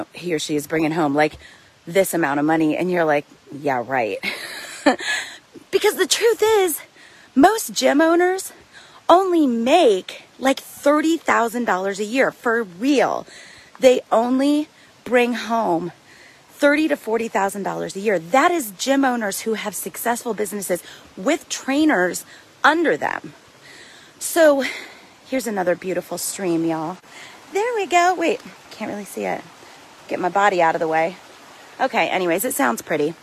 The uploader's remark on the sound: The audio on this might be a little grainy, and you might hear me get a little out of breath at times, because I literally recorded it while on a hike in the mountains.